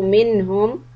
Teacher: Noon is idhar because it's being followed by letter ha coming from the throat.